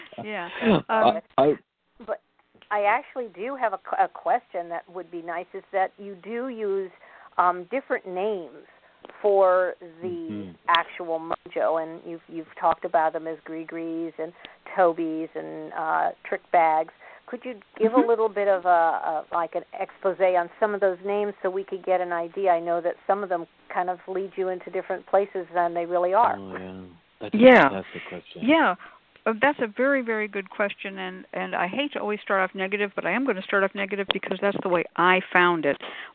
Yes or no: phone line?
yes